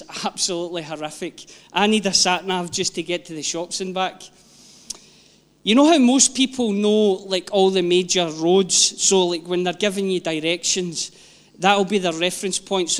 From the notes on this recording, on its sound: Live from our ONE Church Sunday gathering 19/06/22